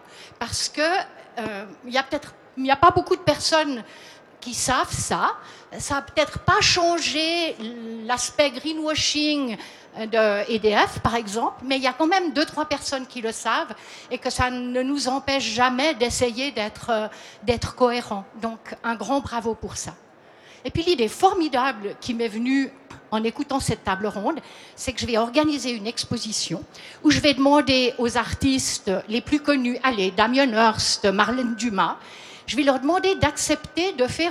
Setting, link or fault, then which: setting, busy venue